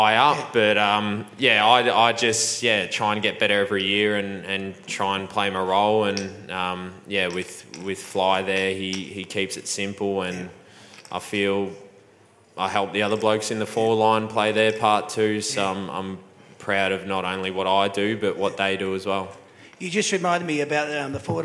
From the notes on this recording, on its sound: That's Good for Footy panel show LIVE from the Mulgrave Country Club in Wheelers Hill. That's Good for Footy is a LIVE & interactive footy panel show for all the family.